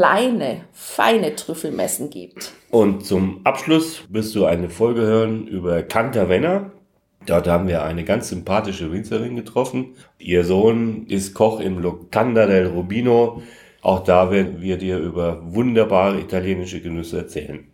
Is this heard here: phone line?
no